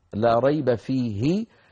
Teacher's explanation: هنا أبو عمرو رحمه الله روى لنا عن كما يفعل بعض العرب لا ريب فيه، سكن الهاء مع أنها مكسورة وأدغمها